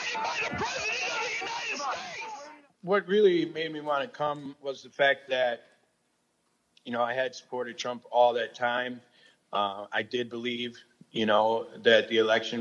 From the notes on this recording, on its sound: This episode features audio of the first of a series of public hearings. Held by the House select committee to investigate the Jan.